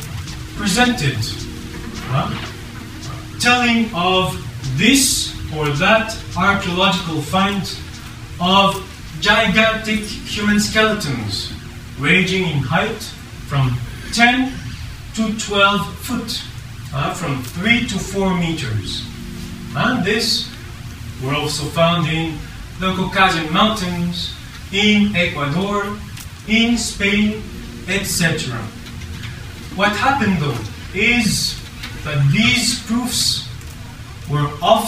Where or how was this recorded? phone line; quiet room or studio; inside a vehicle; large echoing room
large echoing room